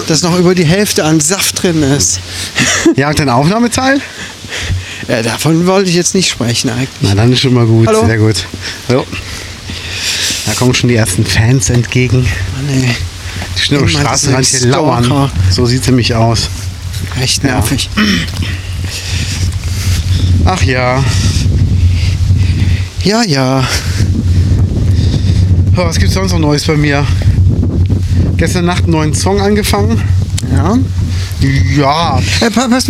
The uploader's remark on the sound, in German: DVP on Tour: Sturm macht die Aufnahme schlecht. Es wurde immer windiger. Trotzdem hauen wir diese Folge raus, die soundmäßig nicht die Beste ist, aber von Herzen kommt.